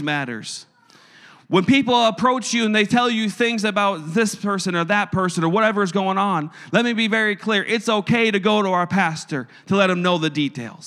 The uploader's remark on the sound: a service recording from Connect Point UPC